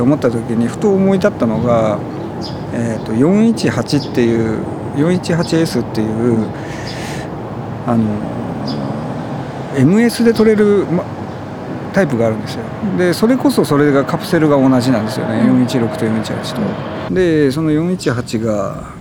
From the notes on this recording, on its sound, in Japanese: 録音環境：河川敷公園。マイクロフォン：RODE NT-4/audio-technica AT875R。